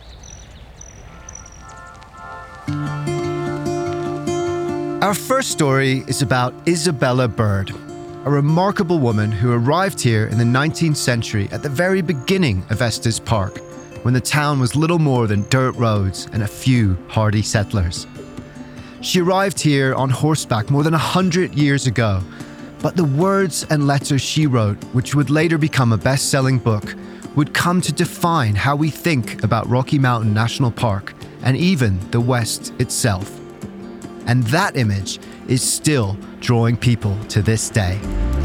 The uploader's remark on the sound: On Location in Rocky Mountain National Park, Colorado. We visit her new restaurant Bird & Jim.